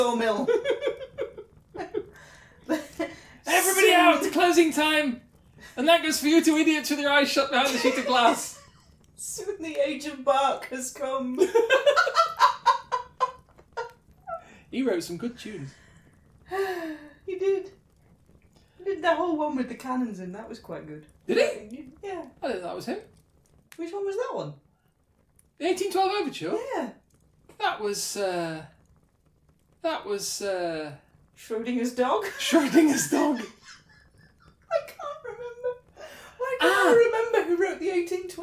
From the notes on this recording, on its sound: Background fire ambience